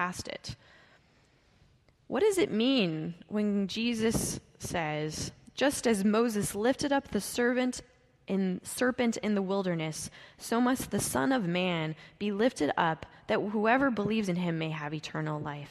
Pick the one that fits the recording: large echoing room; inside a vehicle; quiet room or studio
large echoing room